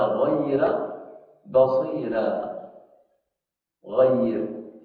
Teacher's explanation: بترقيق الراء المسبوقة بياء ساكن